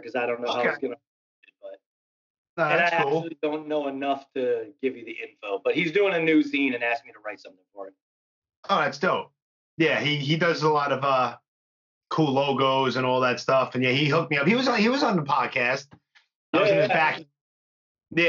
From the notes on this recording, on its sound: In the meantime, we did an episode via Skype.